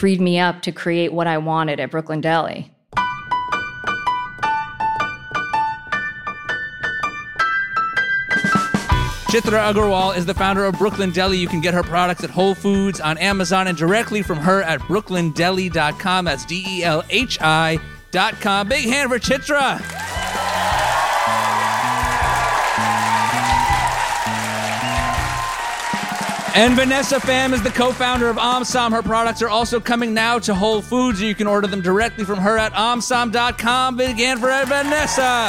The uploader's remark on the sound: (Live). Live on stage in Brooklyn.